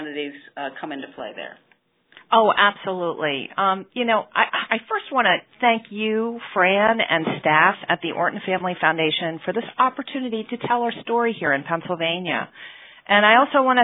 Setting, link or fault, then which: link, phone line